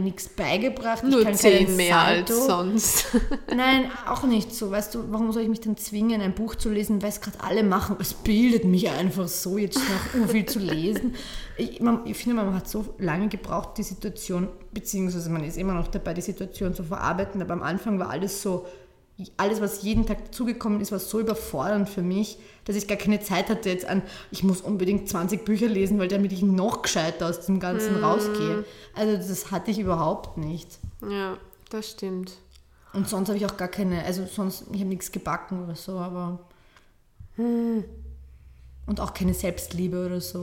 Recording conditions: echo